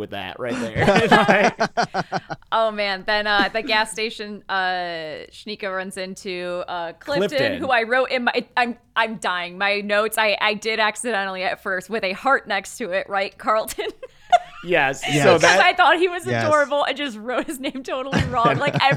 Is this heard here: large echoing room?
no